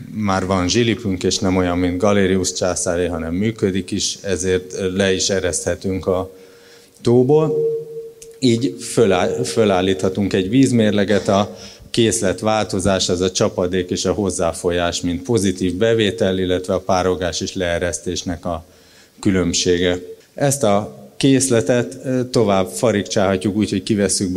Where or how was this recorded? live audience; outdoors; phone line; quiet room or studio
live audience